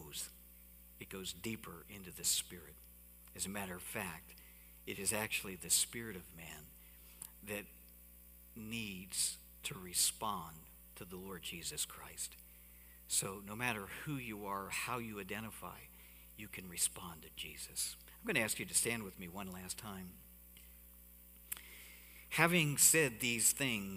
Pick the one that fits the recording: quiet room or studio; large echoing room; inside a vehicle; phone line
large echoing room